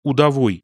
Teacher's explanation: «в» реализуется в этом говоре перед следующим согласным, как «у»